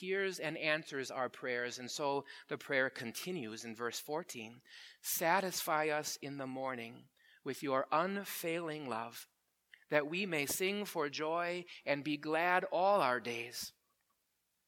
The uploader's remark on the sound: Preached at Grace Ev. Lutheran Church.